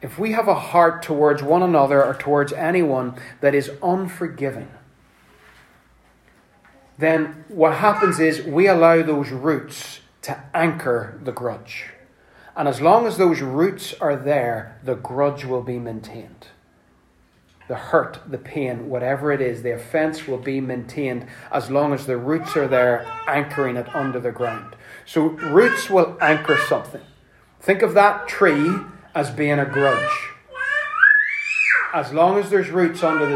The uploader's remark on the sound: Apologies for the background wind noises provided by our youngest